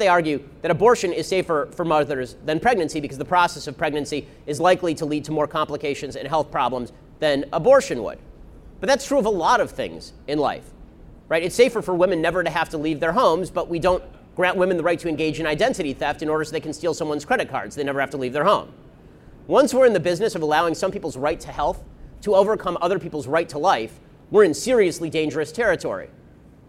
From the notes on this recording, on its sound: We broadcast live from the March for Life